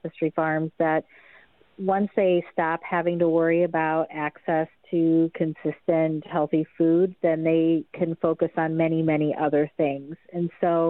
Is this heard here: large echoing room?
no